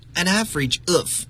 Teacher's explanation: Average 当和前面的一个 N 连读时，这个鼻音 N 和元音 A 连读为 An averageof